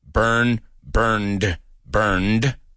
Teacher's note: O sea, burn, burned, burned. ¿Oyes cómo mis D's tienen como una respiración al final?